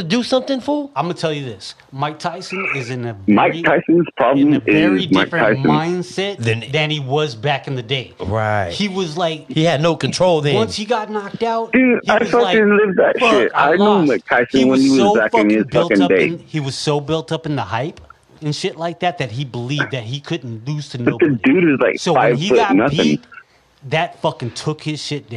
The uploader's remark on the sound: phone call 2 Phoenix Arizona